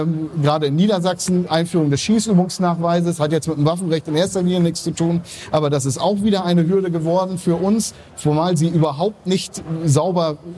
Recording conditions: busy venue